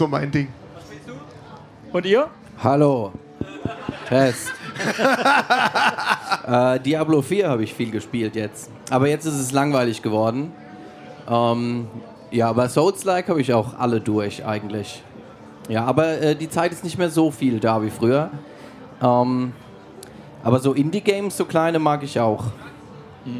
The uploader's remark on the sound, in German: Interview EMP Backstage Club Area beim WACKEN OPEN AIR 2023.